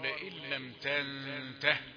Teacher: ما فيش لا كسرة ولا ياء ولا أي حاجة، آخر الفعل هاء خلاص، هاء سكنت لإيه؟ للوقف.